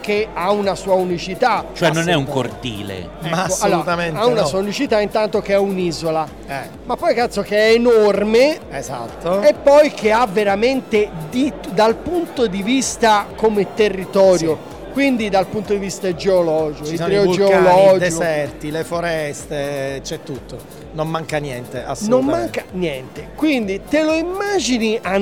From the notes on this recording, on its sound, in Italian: Quasi Live da Upcycle Trail Weekend. Registrato ad inizio Novembre all'Upcycle Trail Week End, il luogo ed evento che consideriamo un po' come casa.